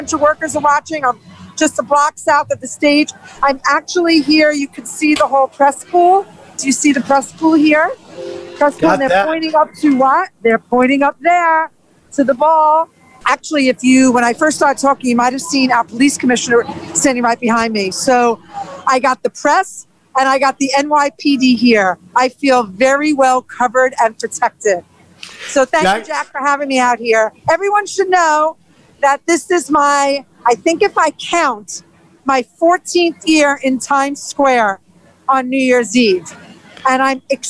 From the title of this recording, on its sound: LIVE from TIMES SQUARE, NEW YEARS EVE